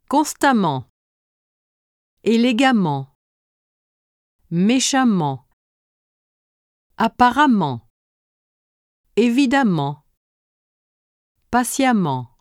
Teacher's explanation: You learned in your textbook that adjectives with ant and ent endings in the masculine form adverbs ending with a double m e n t and e double m e n t. These adverb endings are both pronounced the same way, amant.